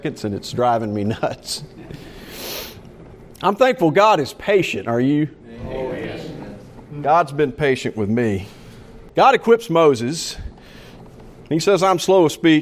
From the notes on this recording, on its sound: Preached during the morning service of the Saturday meeting.